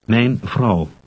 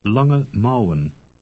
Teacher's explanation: To pronounce Dutch A-U-W and O-U-W, you say the vowel in the English word how, followed by a short oo sound